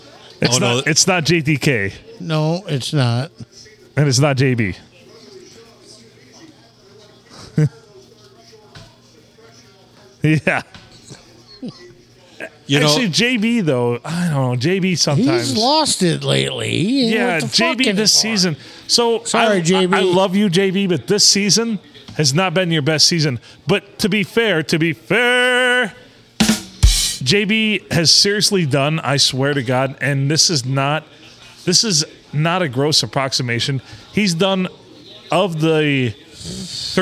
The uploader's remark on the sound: Recorded at the Blue Water Sports Bar and Grill in the lovely town of Port Sanilac.